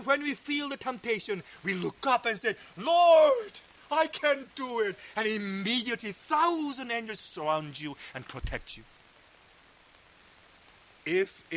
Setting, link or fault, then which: setting, large echoing room